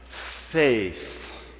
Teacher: Gently aspirating consonants at the beginning and the end, wrapped around a long vowel in the middle. The word lends itself to being elongated from the pulpit, like pulling over a warm blanket on a cold night.